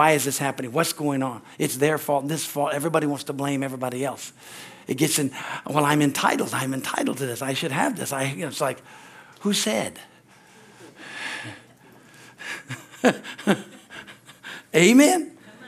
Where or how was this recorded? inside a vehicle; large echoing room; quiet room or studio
large echoing room